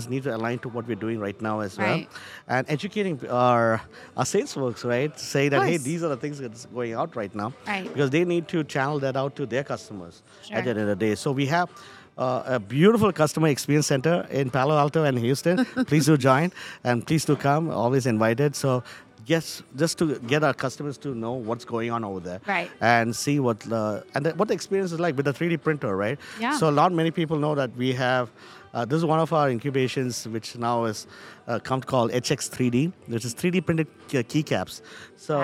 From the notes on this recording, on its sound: recording live from the Future Festival in Toronto!